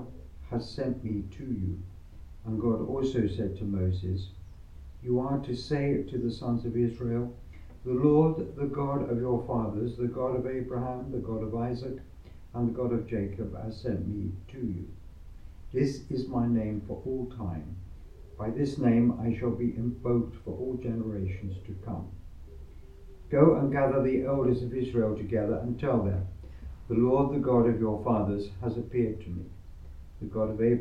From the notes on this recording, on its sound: Recorded live at Southgate House